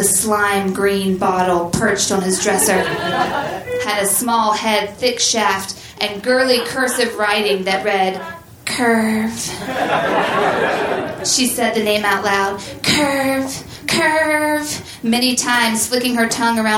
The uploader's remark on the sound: Recorded June 26, 2014 at Union Hall in Brooklyn.